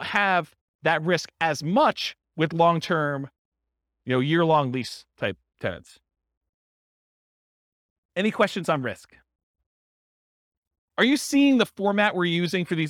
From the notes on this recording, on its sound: This was a live class recorded